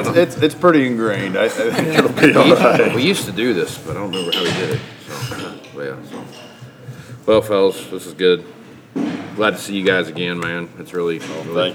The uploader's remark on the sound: Live From #MovingIronSummit21